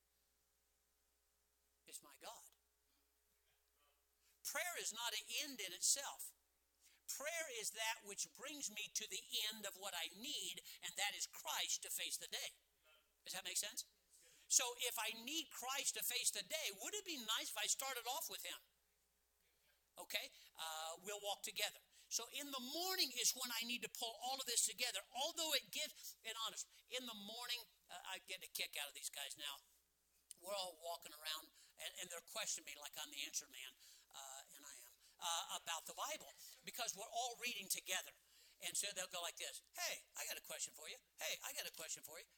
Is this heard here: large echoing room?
yes